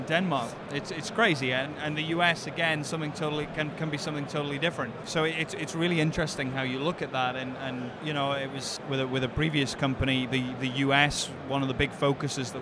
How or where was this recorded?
busy venue